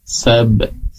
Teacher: selain qalqalahnya timbul, juga huruf ta-nya hamasnya keluar